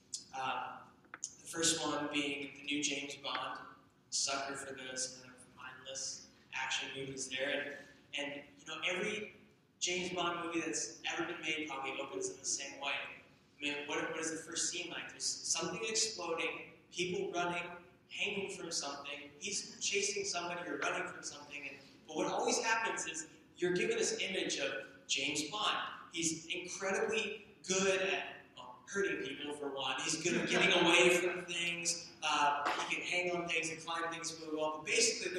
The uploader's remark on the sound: We apologize for the poor sound quality of this recording.